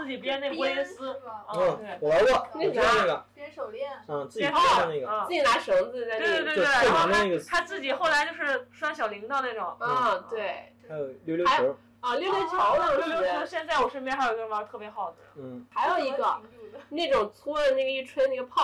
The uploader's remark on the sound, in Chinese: 本期音质有点炸，请大家多多包涵